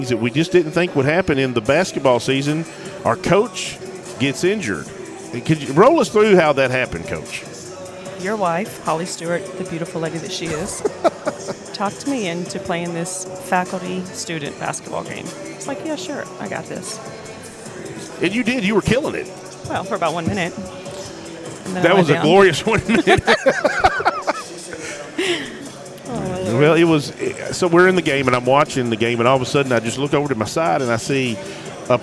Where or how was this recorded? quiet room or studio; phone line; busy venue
busy venue